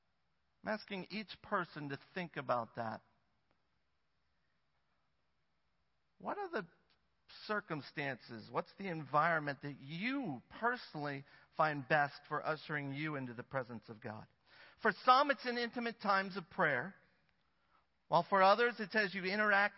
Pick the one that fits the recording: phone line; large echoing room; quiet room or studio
large echoing room